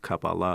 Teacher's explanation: which is the modern Hebrew pronunciation of that old word, Kabbalah, the accent on the last syllable